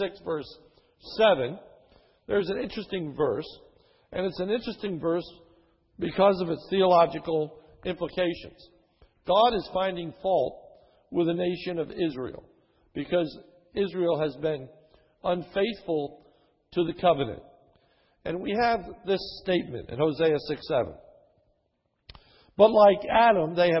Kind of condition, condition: setting, large echoing room